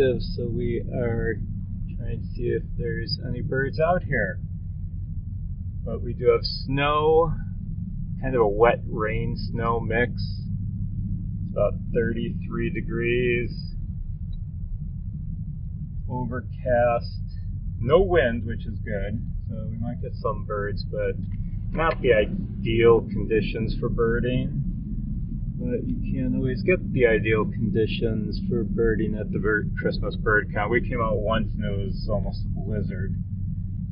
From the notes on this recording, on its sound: I apologize for the poor sound quality of this episode. Between the noisy snow tires, the mike rubbing against the mirror and the road noise around us, it was difficult to edit all the background noise out. I am working on better methods of recording in the car.